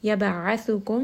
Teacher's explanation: ayn is going to be from the middle of the throat. Meme is going to have tawassut, so we are going to rest on this for a moment.